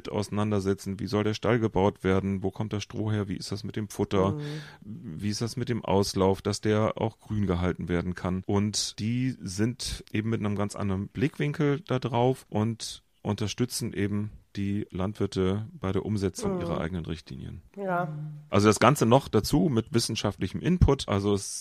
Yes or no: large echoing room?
no